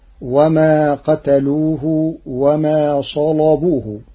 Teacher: قرأ ورش كلمة صلبوه بتغليظ اللام لوجود صاد مفخمة قبلها